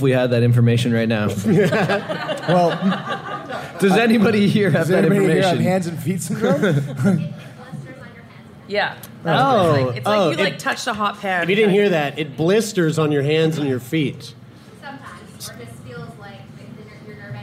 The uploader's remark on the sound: Enjoy one of our favourite LIVE shows of all time from Squamish, BC.